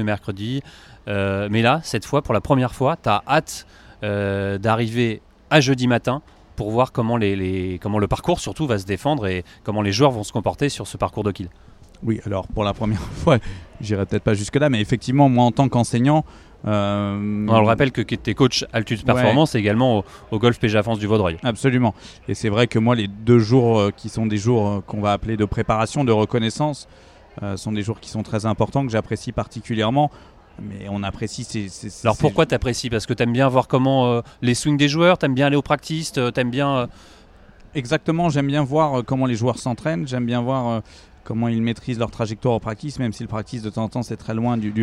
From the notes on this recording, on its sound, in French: On vous propose un podcast en direct d'Oak Hill.